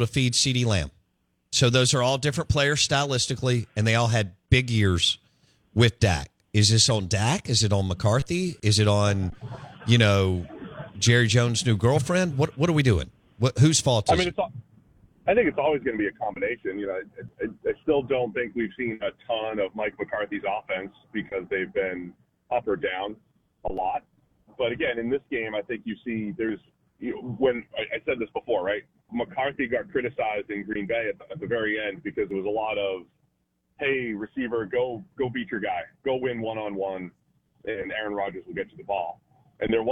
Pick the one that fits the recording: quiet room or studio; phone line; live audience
phone line